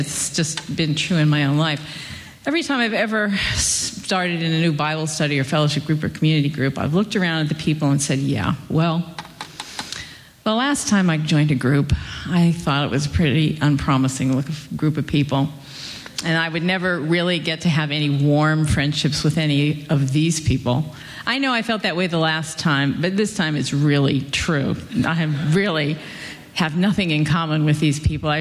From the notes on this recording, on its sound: At Redeemer Presbyterian Church on March 30, 2012 for the conference "Marriage, Sex & Singleness Conference".